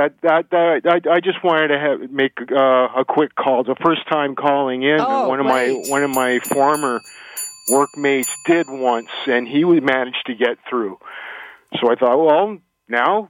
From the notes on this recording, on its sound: Listeners call